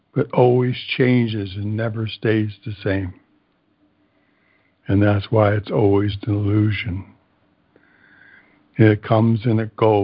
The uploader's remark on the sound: ACIM Daily Conference Call